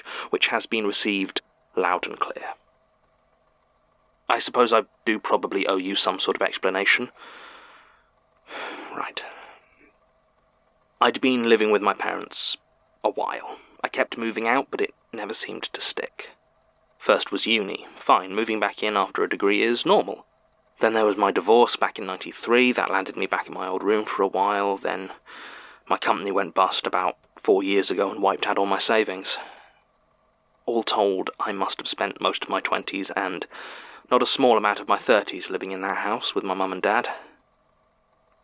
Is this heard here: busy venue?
no